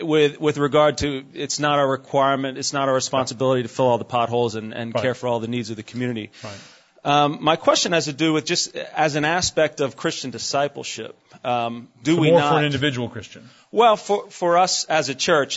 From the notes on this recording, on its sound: This message was given at the 2009 Sovereign Grace Pastors’ Conference.